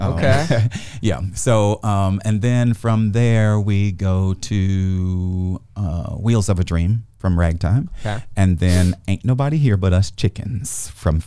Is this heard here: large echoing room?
no